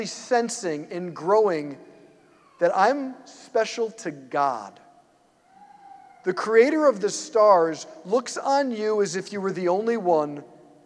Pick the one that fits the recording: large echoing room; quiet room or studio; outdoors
large echoing room